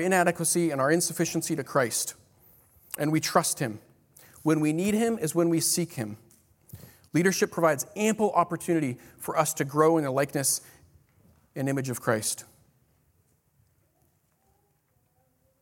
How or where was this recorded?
live audience